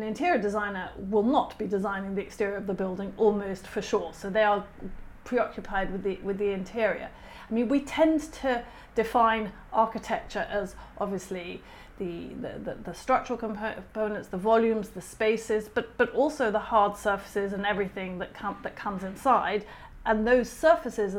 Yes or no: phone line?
no